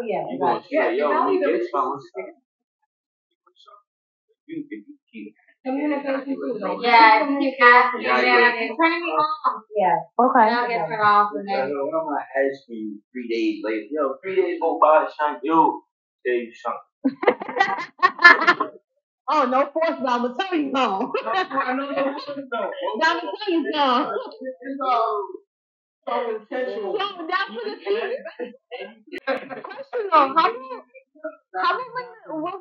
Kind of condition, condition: fault, poor sound quality